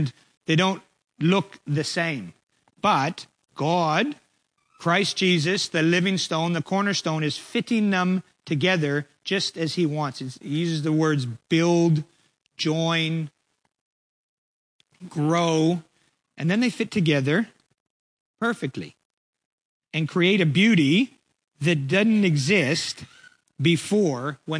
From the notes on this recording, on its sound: Preached on 12/11/23 at Ngaruawahia